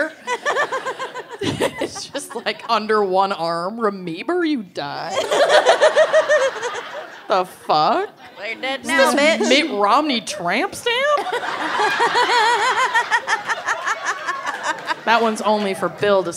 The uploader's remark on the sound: (Chicago LIVE!). Live from Chicago.